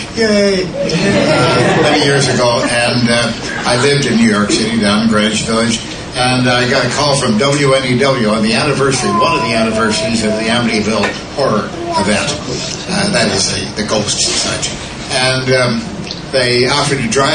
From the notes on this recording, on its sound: Live from DragonCon 2008. Live Questions.